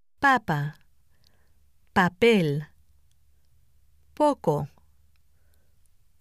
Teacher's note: The P is pronounced like the English P, but without the strong puff of air.